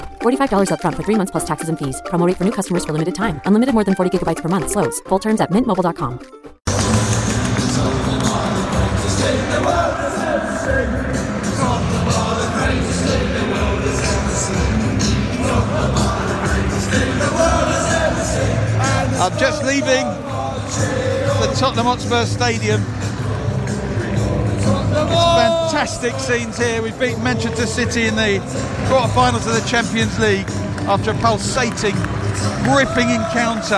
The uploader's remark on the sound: Live from world's greatest football stadium